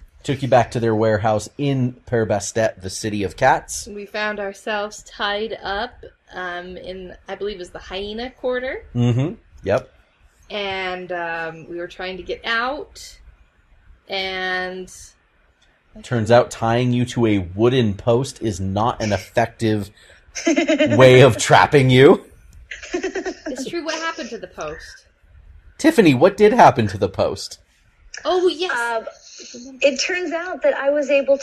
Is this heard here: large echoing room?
no